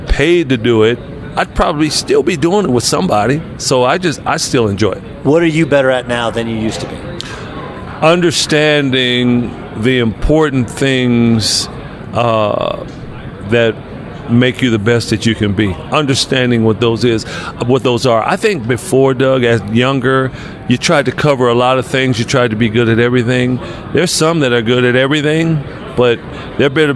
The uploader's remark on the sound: from the Western Coast Conference media day